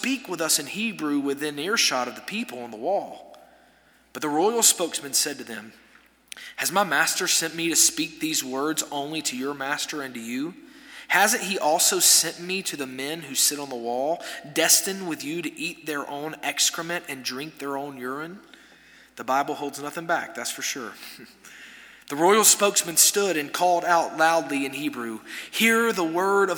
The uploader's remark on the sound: At First Baptist Church Hendersonville, NC during the Wednesday night Bible study hour.